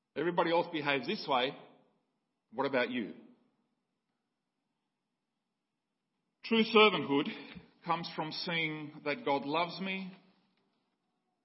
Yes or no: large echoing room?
yes